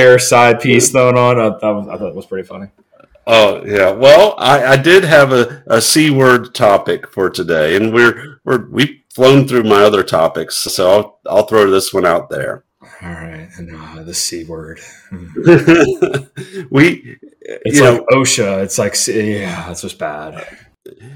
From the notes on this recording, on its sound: Sorry about the audio quality in this episode